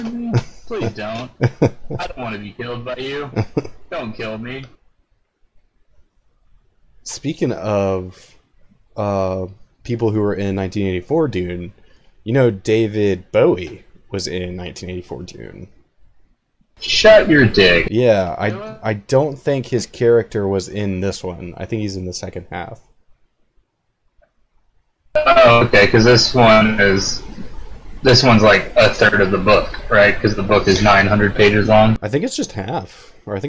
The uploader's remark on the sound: Sorry for the audio issues.